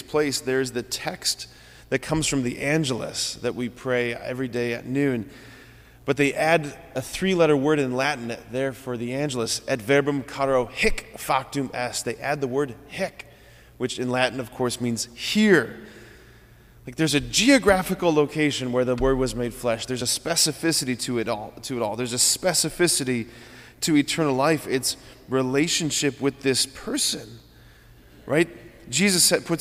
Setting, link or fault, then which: setting, large echoing room